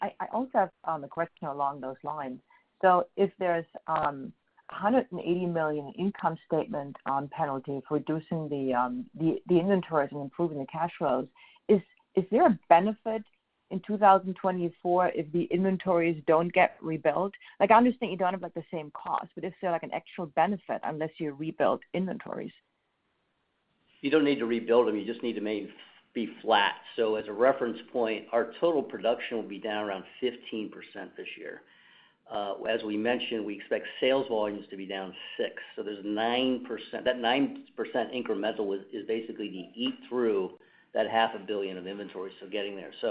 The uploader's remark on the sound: Q2 2023 Earnings Conference Call